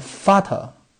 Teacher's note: 这个 V 放在词单词开头，在德语里也不发 v 的音啊，它发夫的音啊